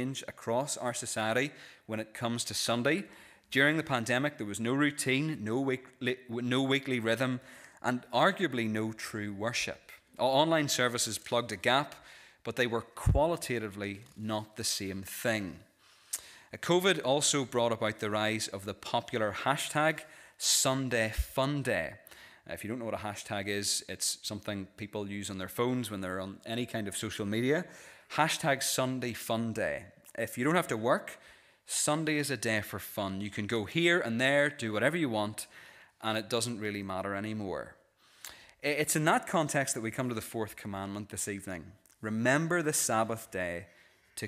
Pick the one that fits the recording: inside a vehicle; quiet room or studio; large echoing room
large echoing room